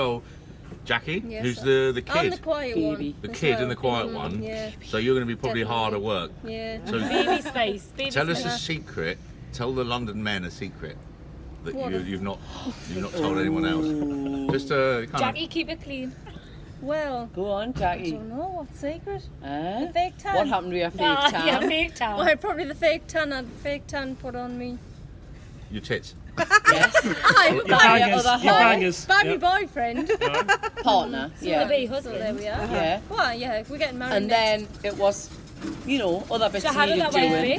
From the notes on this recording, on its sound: A spontaneous Dragcast episode from McGlynn's in Kings Cross